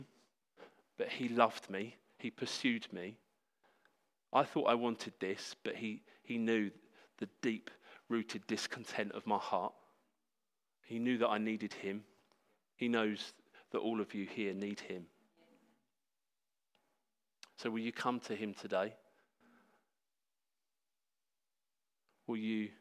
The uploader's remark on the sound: Sermon preached at Hope Church Sevenoaks UK.